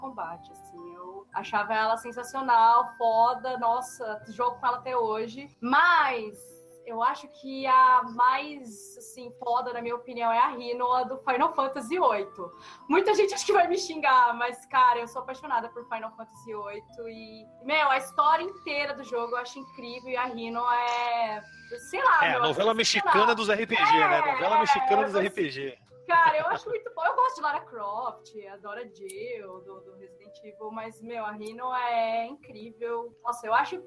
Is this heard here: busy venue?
no